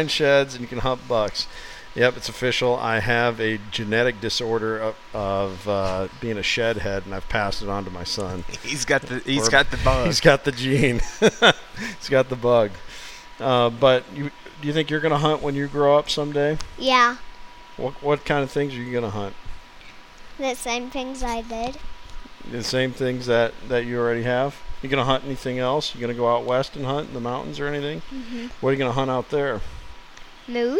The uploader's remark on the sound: LIVE from The Bucksnort. Had a chance to stop in at our favorite deer hunting themed burger joint.